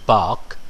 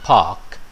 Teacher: the voiced b as in bark and voiceless p as in park